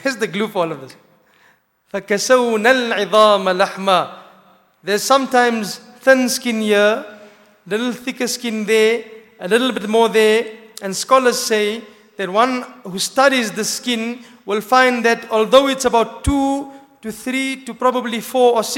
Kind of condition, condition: setting, large echoing room